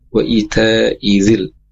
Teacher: Perhatikan sini i-nya pendek, kemudian za-nya tanpa ada tasdid di sana ya.